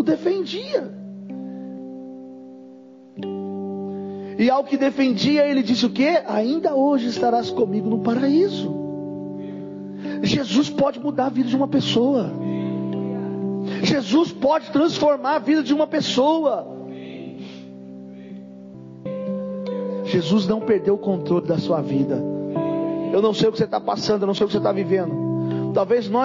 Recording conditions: large echoing room